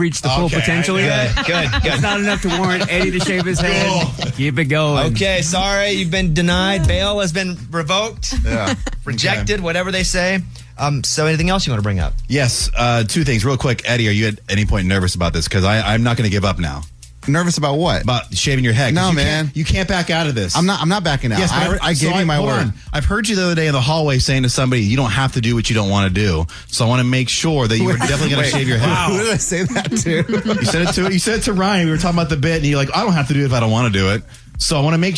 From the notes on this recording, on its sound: he called in to defend himself